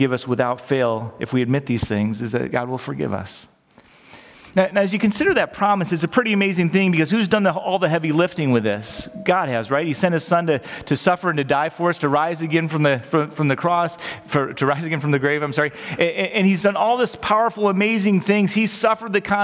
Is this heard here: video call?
no